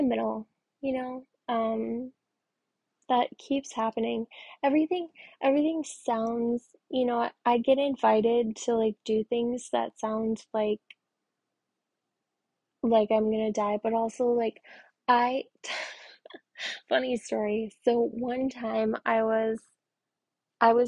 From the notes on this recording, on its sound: the audio sucks I’m working on it